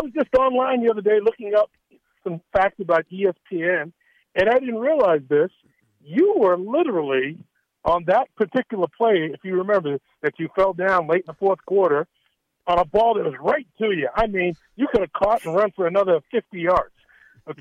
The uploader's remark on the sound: calls into the show!